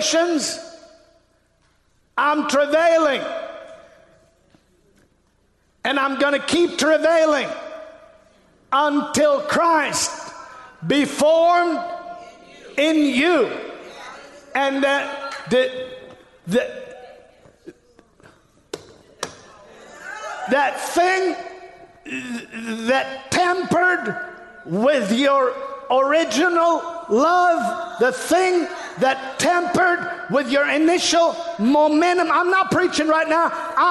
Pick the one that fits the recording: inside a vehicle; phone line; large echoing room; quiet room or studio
large echoing room